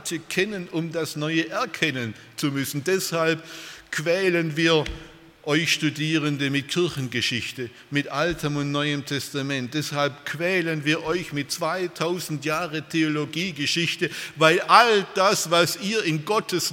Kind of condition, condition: setting, large echoing room